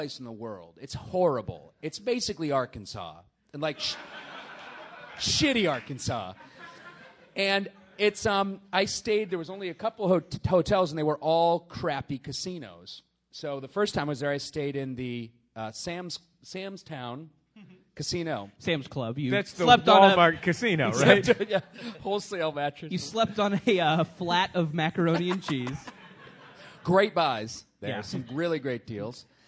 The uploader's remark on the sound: Live at SF Sketchfest. Live on stage at the Eureka Theater in San Francisco.